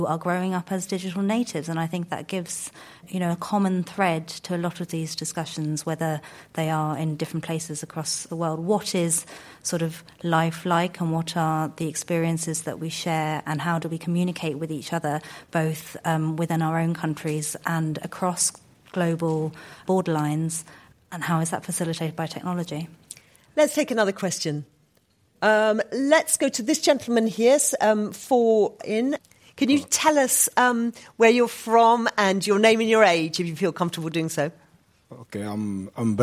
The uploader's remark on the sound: in front of an audience of international students